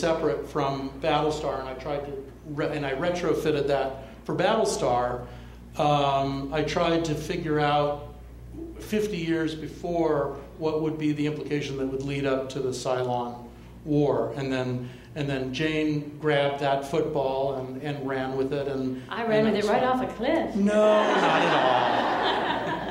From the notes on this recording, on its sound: Mythology panel from ATX Television Festival.